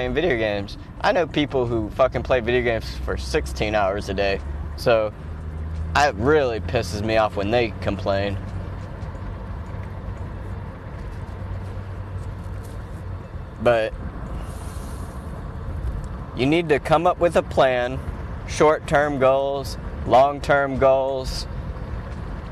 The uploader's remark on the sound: Driving to work